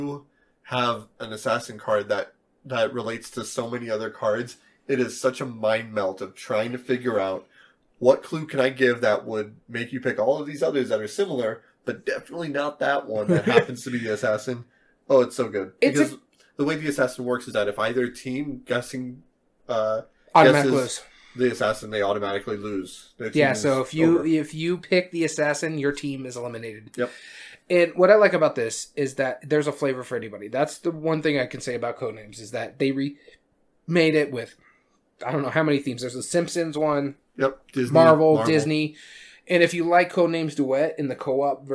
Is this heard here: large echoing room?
no